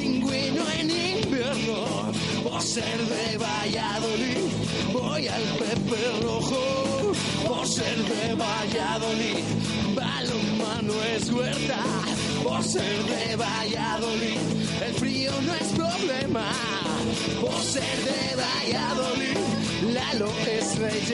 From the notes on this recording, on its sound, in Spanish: Directo MARCA Valladolid. En directo desde LA FUNDICIÓN.